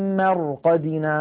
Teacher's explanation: قبلها مفتوح، مثل مرقدنا، قالوا يا ويلنا من بعثنا من مرقدنا، نلاحظ هنا الراء ساكنة قبلها مفتوح فنفخمها وكأنها راء وكأنها مفتوحة